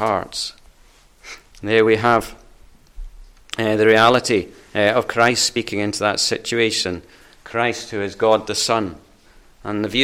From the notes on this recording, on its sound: recorded at North Harris Free Church on Sunday evening 9th January 2022